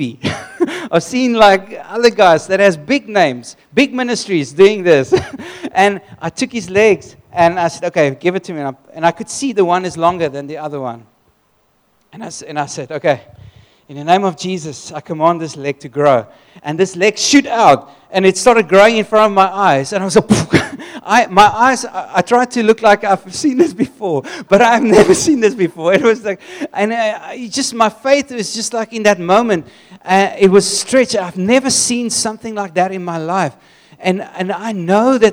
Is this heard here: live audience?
yes